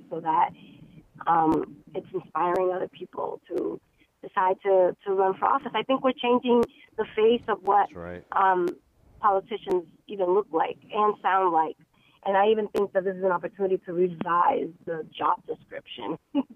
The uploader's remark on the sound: Calls from City Councilors elect